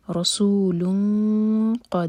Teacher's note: رو پر فتح ہے اور سین پر سیٹی والی آواز رسول قد. یہاں پہ لون، یہاں پہ نون کی آواز کو چھپائیں گے اور قاف ہیوی ہوگا، حلق سے پڑھا جائے گا.